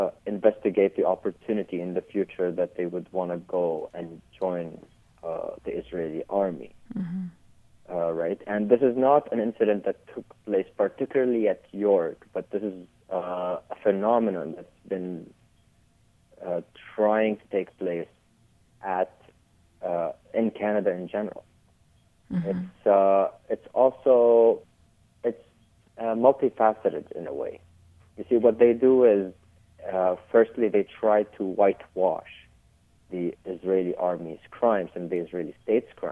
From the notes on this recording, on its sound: I had with me on the phone